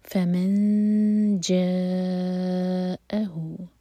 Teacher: تو نون کی آواز کو چھپائیں گے اور جو نیکسٹ لیٹر اس کے بعد آ رہا ہے اس کے لیے زبان تیار کریں گے اور دو سیکنڈس کا ٹائم دیں گے · Term: اخفا